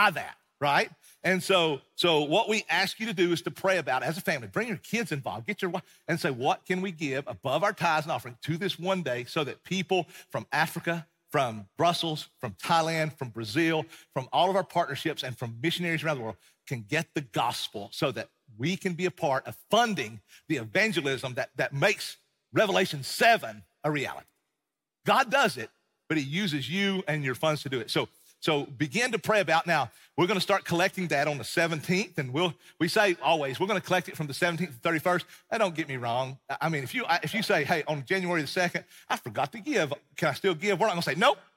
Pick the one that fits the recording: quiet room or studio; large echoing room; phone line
large echoing room